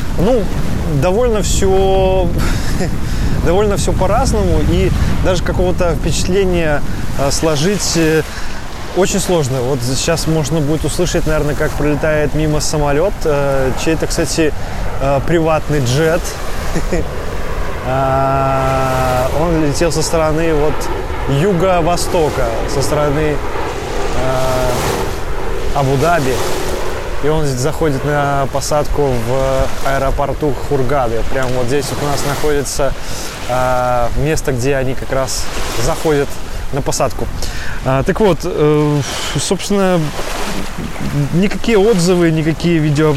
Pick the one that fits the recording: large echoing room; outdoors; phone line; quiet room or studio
outdoors